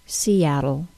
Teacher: So if I put all of these linguistic features back into place from the front of the word to the end, I have adjacent vowels, then the T sound being pronounced as a D sound, then that D sound linked into the syllabic L with a lateral aspiration · the long E sound links to the short A sound in the word Seattle · Term: adjacent vowel sounds